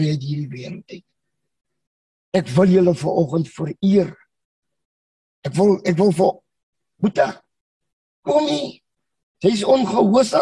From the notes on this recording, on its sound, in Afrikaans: Manne van die Woord Zoom Byeenkoms 31 Mei 2022.